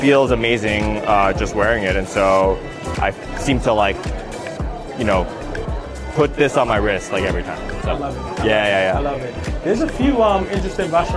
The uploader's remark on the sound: Live At Sothebys Luxe Edit. Visiting the Luxury Edit Exhibition at Sotheby's before the live auction.